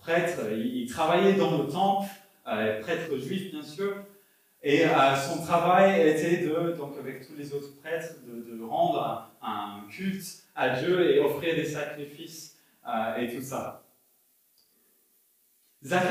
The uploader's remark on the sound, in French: Enregistré à l'église CVV, le 12/12/2021